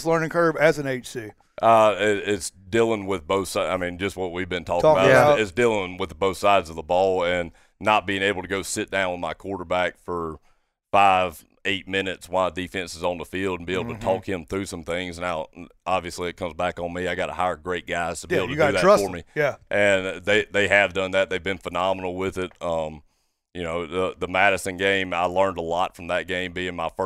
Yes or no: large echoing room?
no